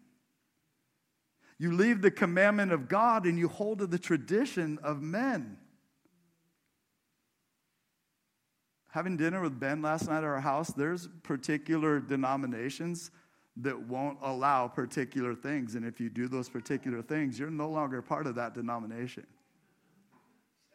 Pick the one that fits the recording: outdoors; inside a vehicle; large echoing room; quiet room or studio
large echoing room